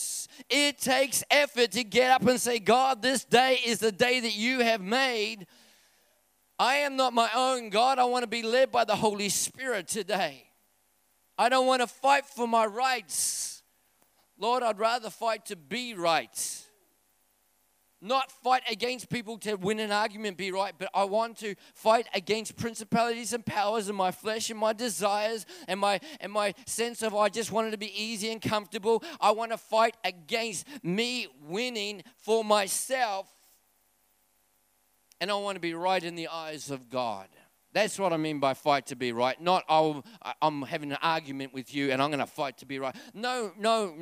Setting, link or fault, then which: setting, large echoing room